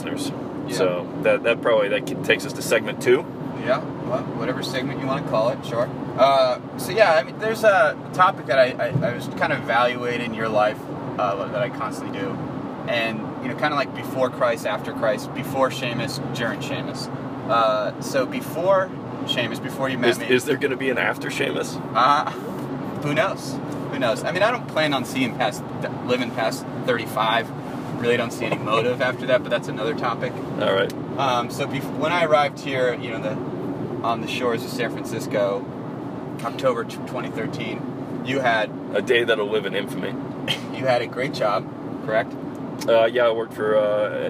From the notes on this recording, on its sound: NOTE: FAIR AMOUNT OF ROAD NOISE AND GPS DISCUSSION.